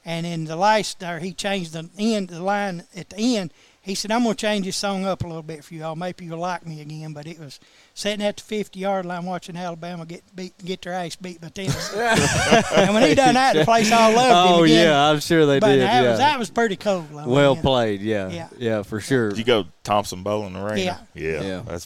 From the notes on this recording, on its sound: live from Graphic Impressions